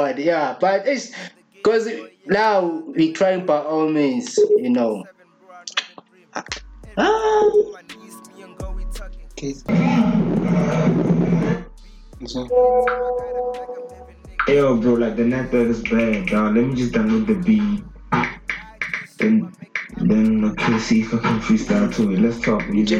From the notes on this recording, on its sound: Our First VideoCall. (KZN-Limpopo).